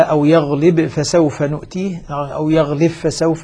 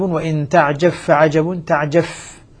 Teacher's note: الباء المجزومة تدغم في الفاء · Term: إدغام